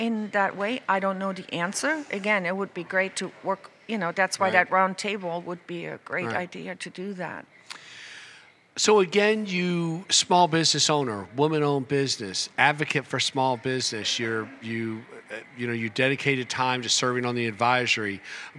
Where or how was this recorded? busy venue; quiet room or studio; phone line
busy venue